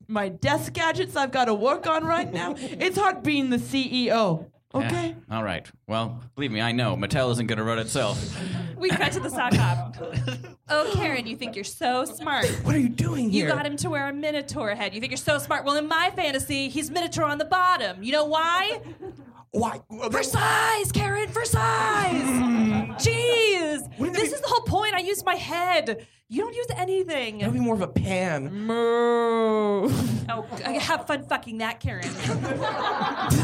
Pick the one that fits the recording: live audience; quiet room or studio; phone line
live audience